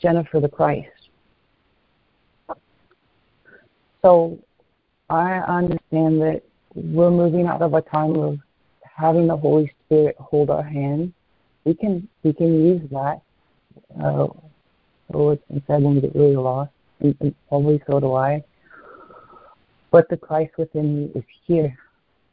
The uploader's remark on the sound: ACIM Daily Conference Call.